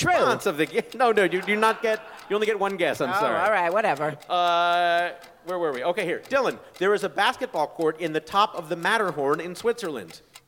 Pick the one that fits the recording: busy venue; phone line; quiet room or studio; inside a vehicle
busy venue